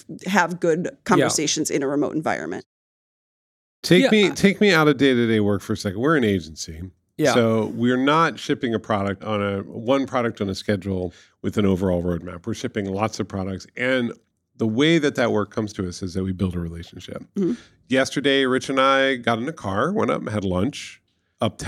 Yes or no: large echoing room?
no